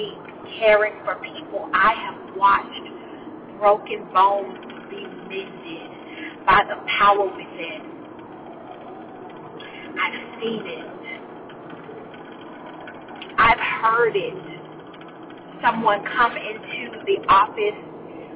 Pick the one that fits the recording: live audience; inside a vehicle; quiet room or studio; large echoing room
inside a vehicle